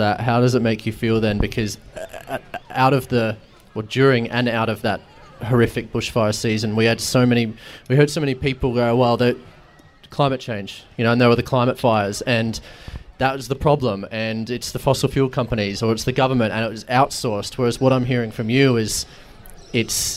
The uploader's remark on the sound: This conversation was recorded live at Renew Fest back in May.